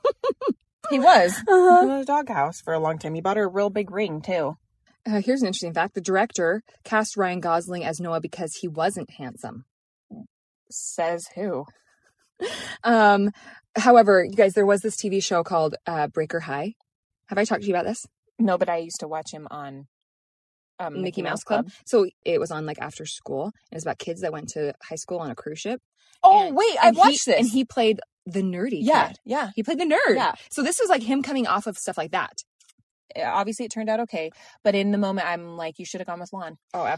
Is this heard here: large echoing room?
no